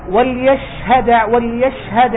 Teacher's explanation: الشين ينتشر فيها الصوت في الفم · Term: التفشي